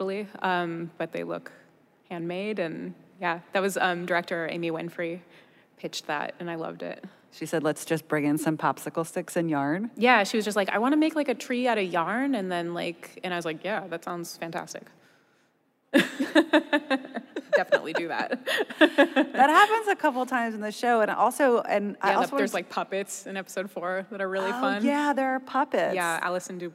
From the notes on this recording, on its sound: At the 2019 Werk It Festival keynote. Werk It: The Podcast is the ICYMI version of the live event. Both the festival and the podcast are produced by WNYC Studios.